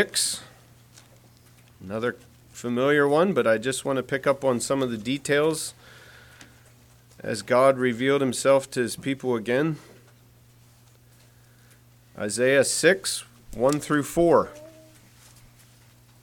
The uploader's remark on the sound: Message preached at Word of Hope on March 26, 2023